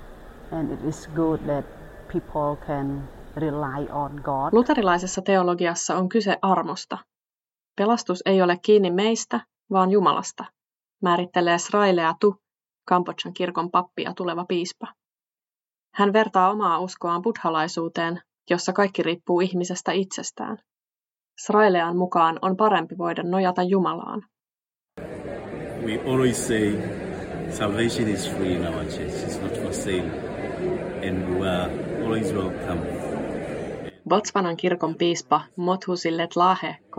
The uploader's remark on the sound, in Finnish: Ohjelma on tehty Luterilaisen maailmanliiton yleiskokouksessa Puolassa.